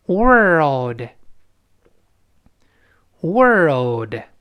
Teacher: 那么美国人呢就不好读，他先发 r，再发 l